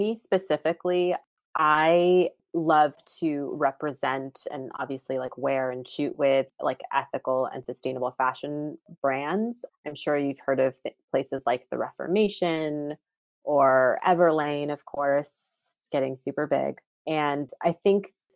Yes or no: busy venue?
no